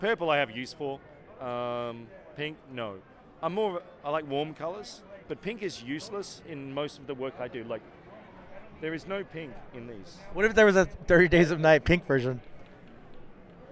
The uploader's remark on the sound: Live” From Fan Expo SF 2023